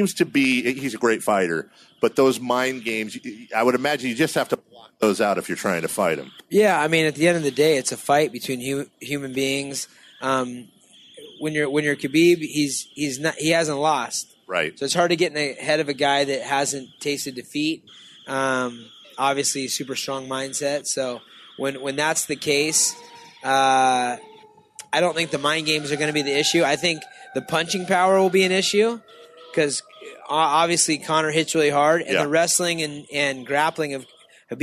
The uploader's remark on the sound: Live At Sports Fest